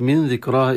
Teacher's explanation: من ذكراها إخفاء النون عند الذال بالغنة، ذكراها مد طبيعي مع تفخيم الألف ومع الراء، والها مع الألف ترقق.